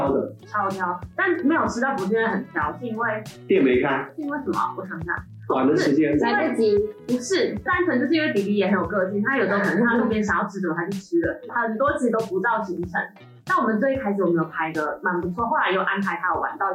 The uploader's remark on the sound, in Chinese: 因器材調修.錄音檔案音質不甚完美.請見諒.